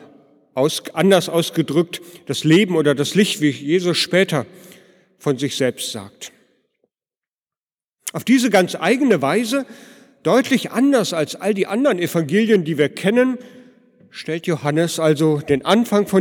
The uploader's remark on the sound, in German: Predigt am Heiligenabend in der Martin-Luther-Kirche, Detmold.